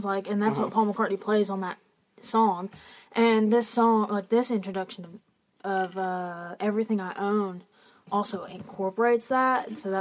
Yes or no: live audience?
no